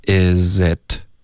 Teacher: 这个 z 和 it 连读，it 的 t 也得省略